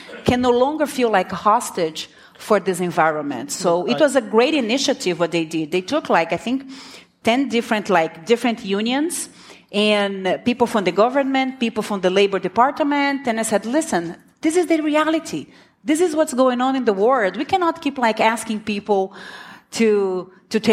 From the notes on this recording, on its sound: fresh off the SaaStock LatAm stage, we bring you one of the favourite panels of the day